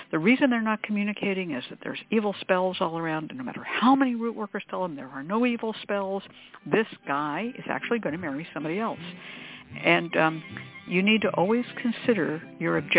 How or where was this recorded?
phone line